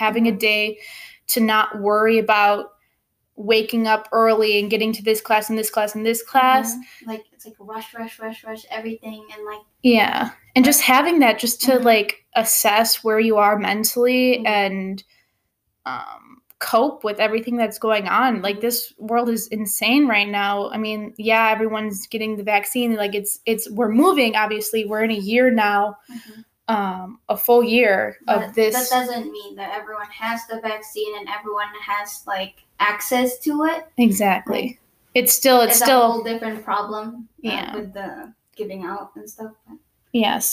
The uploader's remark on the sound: I apologize for the poor microphone quality